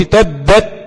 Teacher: لابد من الهمس عشان النفس يجري بعد ما انحبس لقوة الانحباس على المخرج